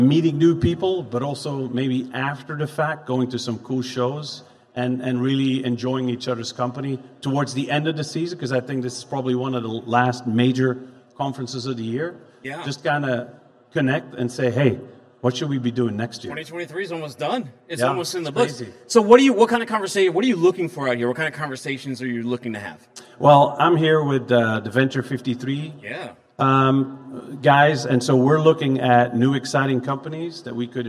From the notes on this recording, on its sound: Is live from day 1 at The Future of Freight Festival and we’re bringing the gong show to Chattanooga.